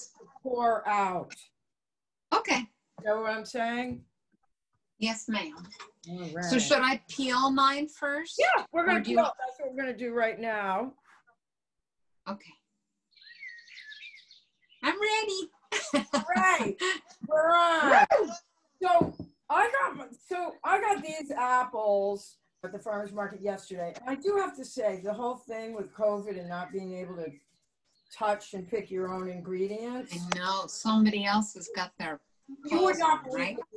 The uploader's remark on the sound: We were socially distanced doing this lesson via zoom.